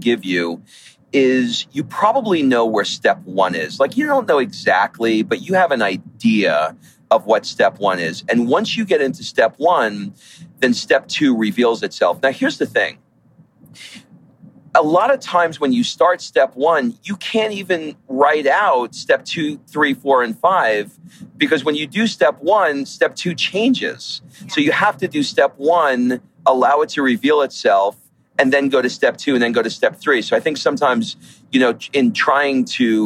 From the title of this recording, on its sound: Car Edition